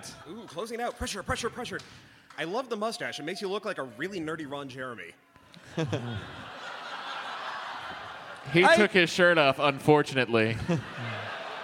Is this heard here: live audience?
yes